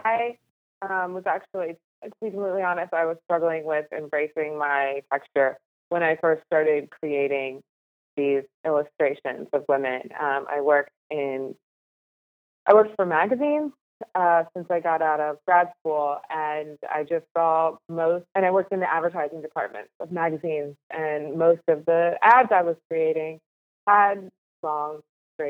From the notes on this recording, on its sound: Despite the technical challenges the internet did not want us to be great! Although not the best quality, we powered through with the podcast regardless via phone.